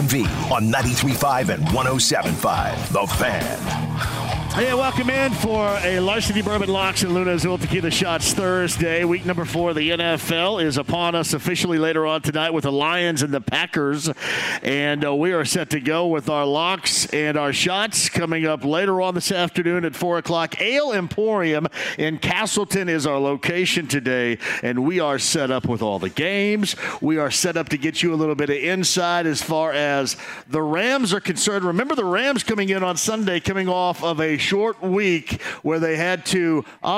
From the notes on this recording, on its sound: Live From Ale Emporium! Kicks off the show from Ale Emporium in Castelton.